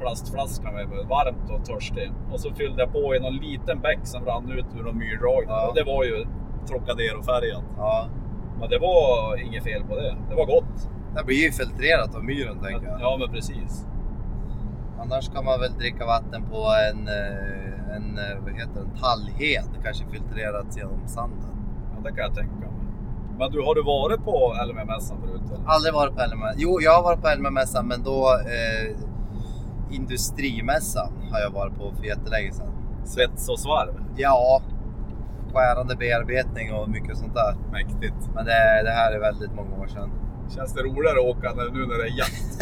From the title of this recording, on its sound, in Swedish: Podd i bilen på väg till Elmia